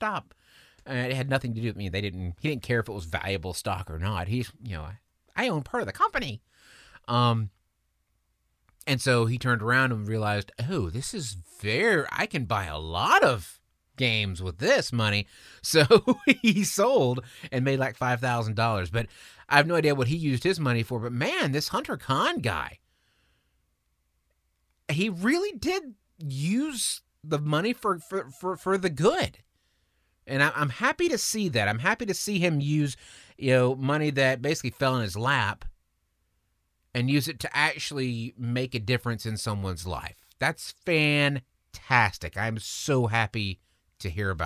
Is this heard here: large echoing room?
no